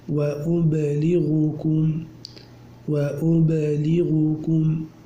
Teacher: أبو عمرو بإسكان الياء وتخفيف اللام، وأبلغكم وأبلغكم.